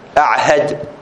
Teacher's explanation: نعم نوع ما يحتاج إلى سكتة، أعهد كأن تسكت على العين حتى تأتي بالها، ولكن ثقل على اللسان صعوبة في التلفظ لا أعهد عادي تقولها.